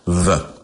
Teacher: the V sound is also voiced because you've got that buzz, V. It's an easy way to identify what sounds require the buzz and what sounds do not.